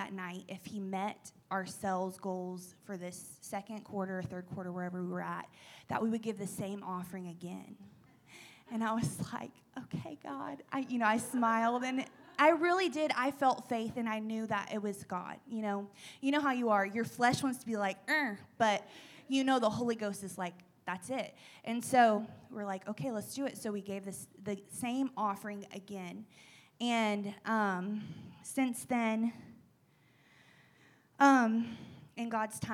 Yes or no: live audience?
yes